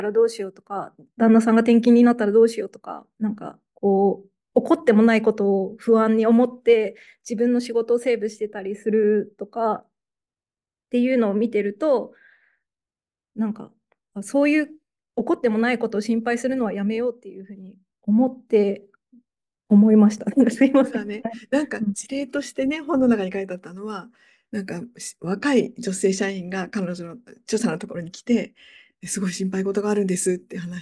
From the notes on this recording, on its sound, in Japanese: 収録場所： オンライン (Zoom)